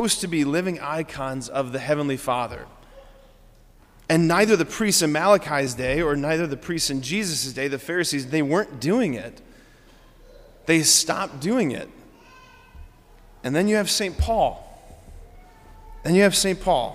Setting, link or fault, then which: setting, large echoing room